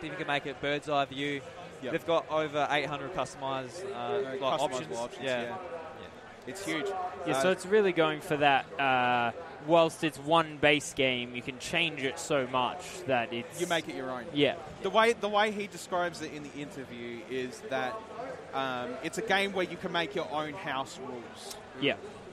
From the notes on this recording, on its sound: coming to you live from the Audio Technica booth at PAX Australia 2018!